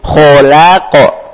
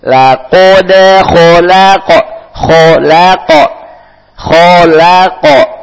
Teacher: Lihat di sini ada huruf tebal, la huruf tipis, la dengan senyum, ko tebal, o, la ko, la kode, ada huruf dal, huruf kol-kola, la kode, la kode, dipantulkan, la kode, kemudian kho tebal, kho, la tipis lagi, maka bedakan tebal dan tipis, kho la ko, tipis dengan senyuman, tebal dengan dibentuk huruf o